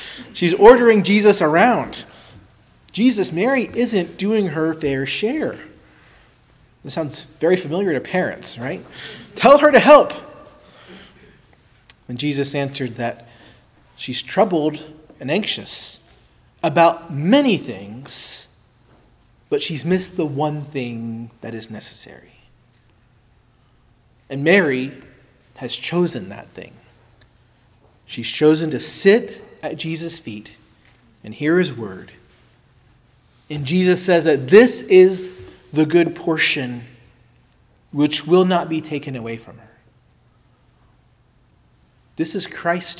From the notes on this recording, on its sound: preached at Christ Our Savior Baptist Church